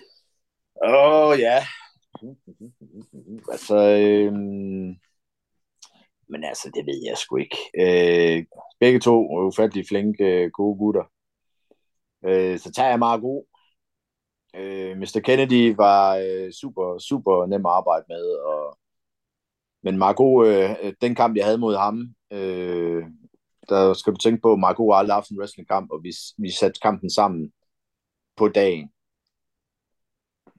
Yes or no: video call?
yes